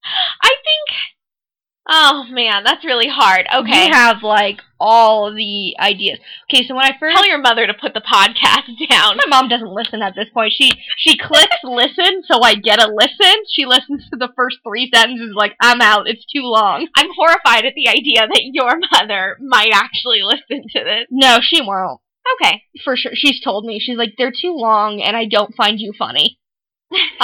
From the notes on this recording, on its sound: This time with some technical difficulties! Excuse the sound quality.